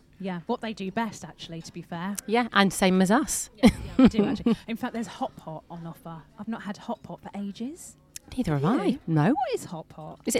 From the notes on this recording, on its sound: we are live from East Midlands Airport!